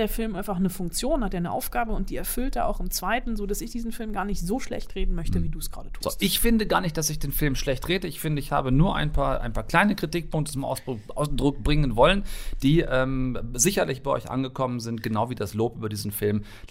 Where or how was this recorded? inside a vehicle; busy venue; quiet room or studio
quiet room or studio